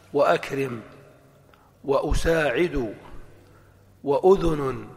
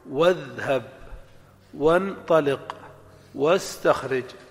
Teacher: قال المصنف: ونميز بين همزة الوصل وهمزة القطع بوضع حرف قبلهما كالواو، فإن نطقنا بالهمزة فهي همزة قطع، ك وأكرم وأساعد وأذن، وإن لم ننطق بالهمزة فهي وصل نحو واذهب وانطلق واستخرج.